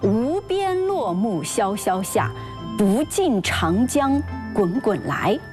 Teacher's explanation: 节的构成跟我们今天是非常相似的，一个字就是一个音节，所以呢，一个韵律小节就应该有两个字，在小节的内部，两个字平仄应该尽量的相同，而在小节和小节之间就需要平仄交错。所以如果是一首七个字的诗，那么它的平仄就应该是平平仄仄平平仄，或者是仄仄平平仄仄平，这样的结构它是最为工整和典型的。比如说杜甫有一首名篇被誉为古今七律之冠《登高》，它其中有一联非常的工整：无边落木萧萧下，不尽长江滚滚来。我们看一下这一联的平仄，无边这两个字是一个小节，都是平声，落木呢是第二个韵律小节，它都是仄声，萧萧作为第三个韵律小节，都是平声